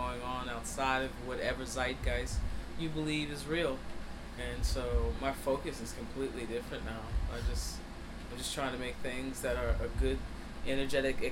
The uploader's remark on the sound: Backstage at the Blue Note Jazz Festival Napa 2023